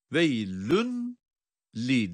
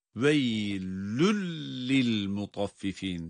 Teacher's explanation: tenvin kendisinden sonra gelen bir lam ile bir arada idgamlı okunacak · Shown in: second take · Veylün li değil veylül lil mutaffifin tenvin lama idgam edilecek ama burada tutmanın olmayacağını.